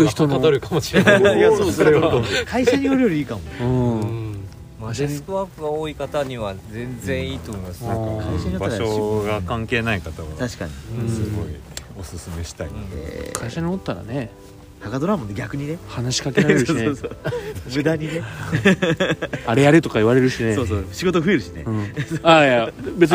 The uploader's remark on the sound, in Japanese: 村民と焚き火を囲みながら かしいのはまビレッジ（福岡）。今回は福岡市東区にある元遊園地のキャンプ場かしいのはまビレッジです。6人で焚き火を囲んでいます。